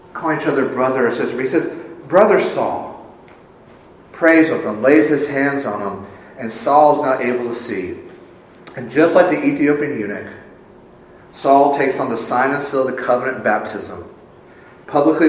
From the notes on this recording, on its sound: Full service is recorded